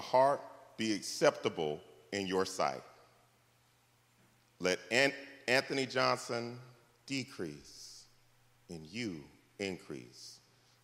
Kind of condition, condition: setting, large echoing room